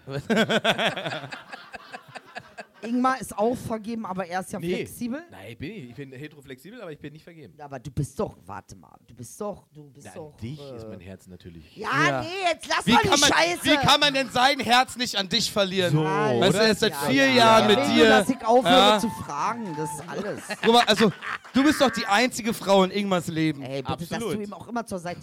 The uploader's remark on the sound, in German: live im MadMonkeyRoom Berlin